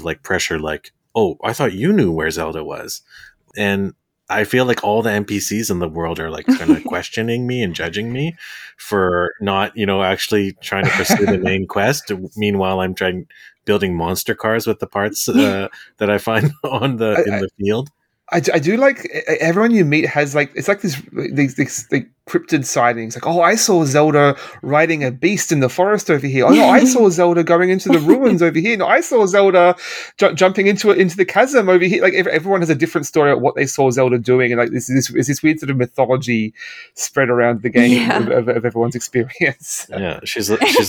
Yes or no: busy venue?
no